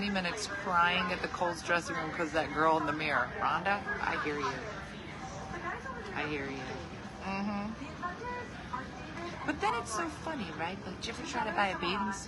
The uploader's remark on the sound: Live from the airport